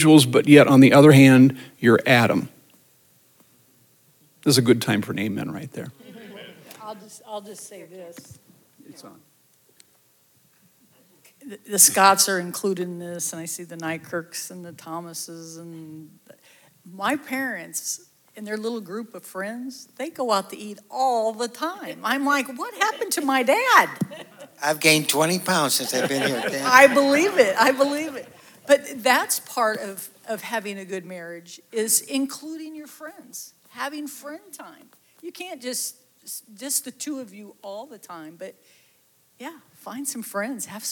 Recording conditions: live audience